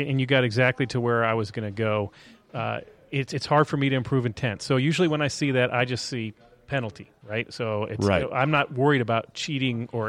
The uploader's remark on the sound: Taped live at GolfDom Golf in Tyson's Corner, VA.